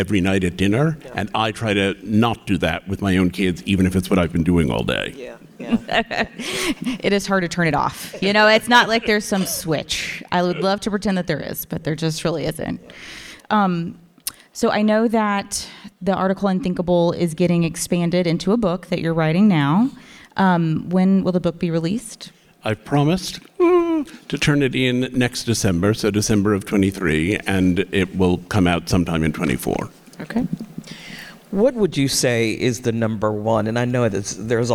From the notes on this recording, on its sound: We sit down in front of a live audience in Fort Worth, Texas.